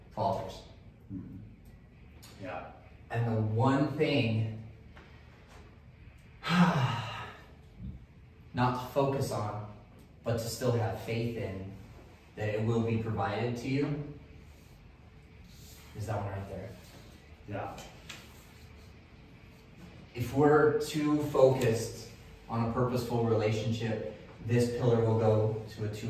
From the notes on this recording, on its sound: Today's episode is taken from a live event. At the event Unleash Your True Potential, we asked two members of the audience to share the best skills that they use to balance their daily lives.